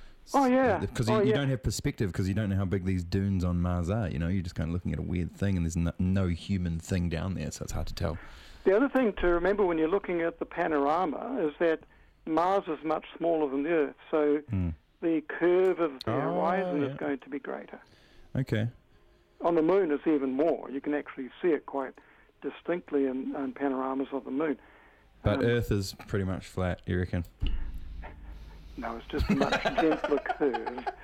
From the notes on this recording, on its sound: jumps on the phone to chat